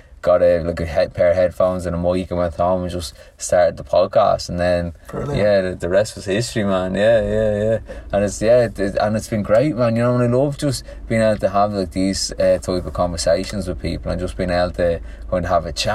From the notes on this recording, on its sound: This episode was recorded in a car park just outside Dublin, 60 seconds after we first met, and shortly before we went for a hike and sea swim in the Irish Sea.